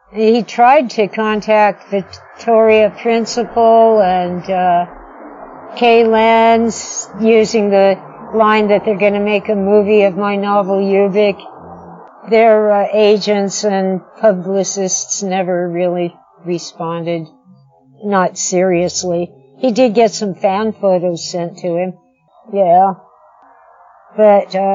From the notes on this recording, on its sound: From The Pub. This type of on-the-spot interview was new for us, as was our equipment, so you may have to bear with us through some technical difficulties.